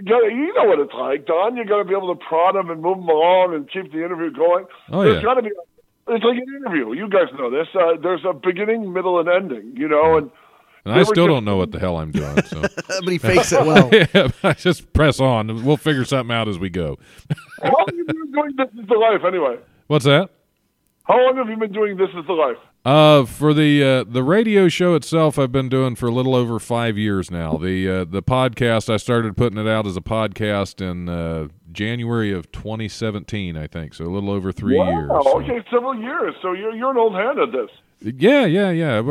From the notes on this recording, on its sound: We take a fun phone call from podcaster, actor, writer, etc